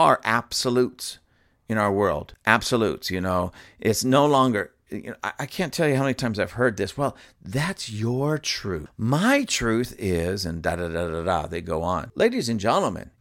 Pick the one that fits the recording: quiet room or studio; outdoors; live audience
quiet room or studio